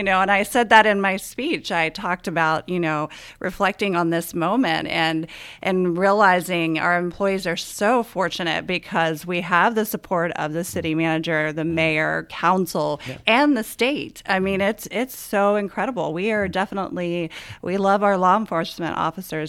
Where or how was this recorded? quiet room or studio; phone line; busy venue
quiet room or studio